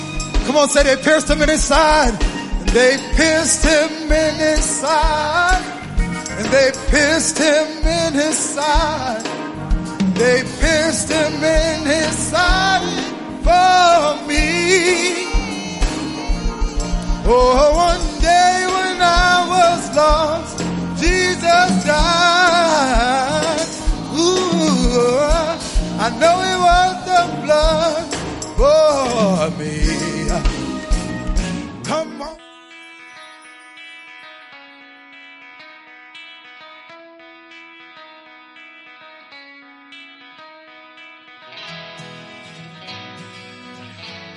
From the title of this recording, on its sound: Sunday Morning Service